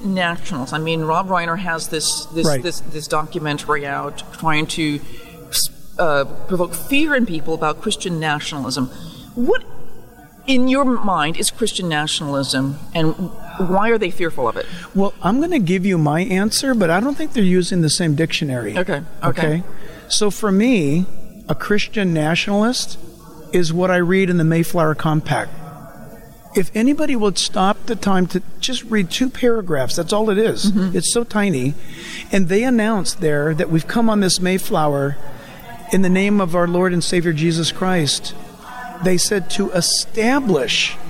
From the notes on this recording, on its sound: Recorded from the National Religious Broadcasters Convention. Nashville, TN.